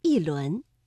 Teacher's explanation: 第二句一轮明月，这里的一读四声一轮